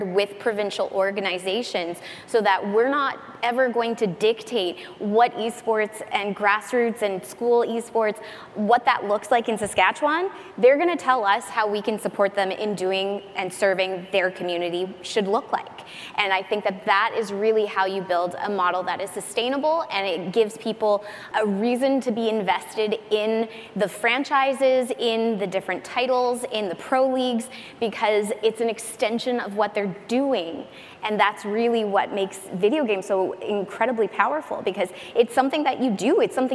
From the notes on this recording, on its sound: In this session, attendees were able to hear the experiences and advice from a panel of experts